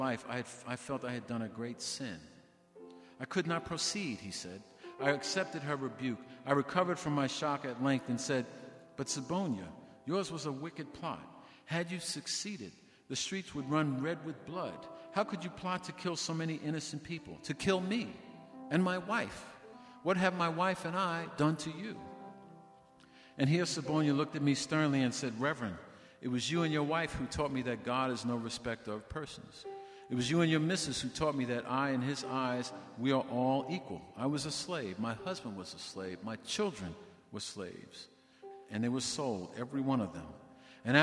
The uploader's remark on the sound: LIVE from the NYPL